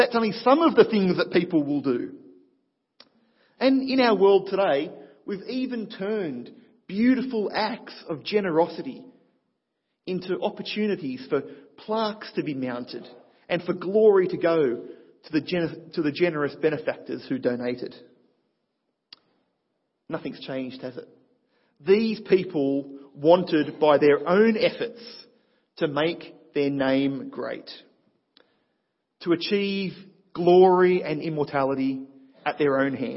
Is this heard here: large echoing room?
yes